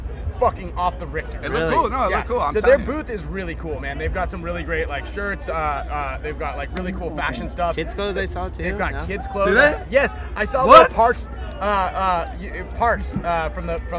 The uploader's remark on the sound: Live from WORLD CUP